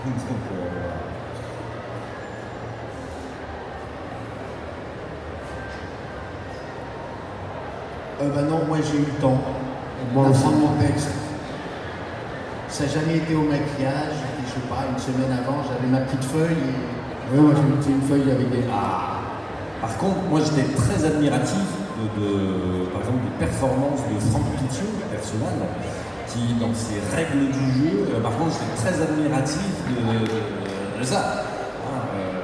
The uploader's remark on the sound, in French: Conférence TGS 2016